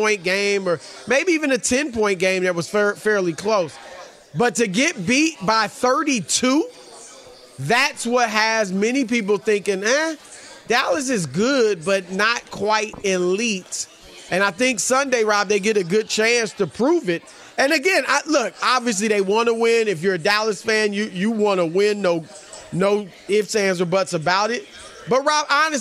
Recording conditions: busy venue